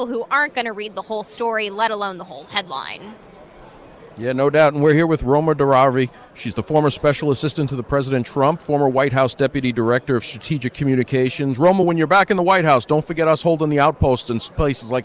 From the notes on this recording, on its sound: does his show live at CPAC